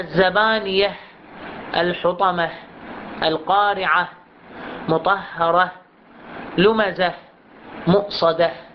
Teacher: بهاء ساكنة، يعني التاء إن كانت محركة أو منونة بثلاث حالات التنوين تستبدل هذه التاء بهاء · Term: الإبدال